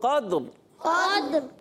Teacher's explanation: रा पुर हो जाएगी वफ की सूरत में